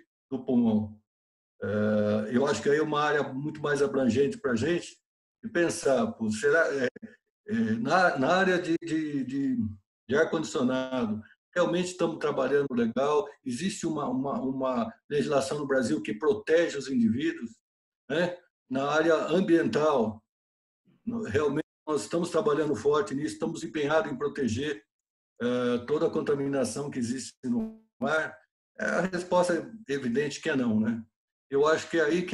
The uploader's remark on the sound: Via ZOOM.